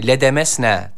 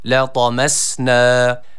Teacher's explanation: T harfi burada üstün bir hareke almış, kalın bir harf olduğu için A sesi veriyoruz. · Shown in: second take · Yani لَدَمَسْنَا değil de لَطَمَسْنَا وَلَوْ نَشَاءُ لَطَمَسْنَا ve nunu bir elif miktarı uzatıyoruz.